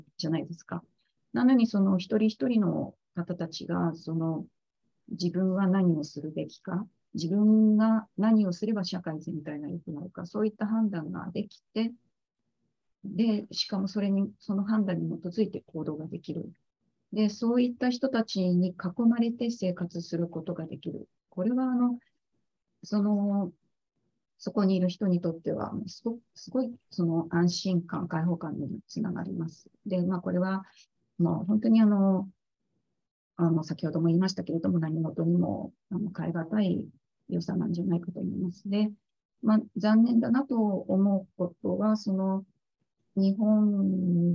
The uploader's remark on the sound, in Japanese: 収録場所： オンライン (Zoom)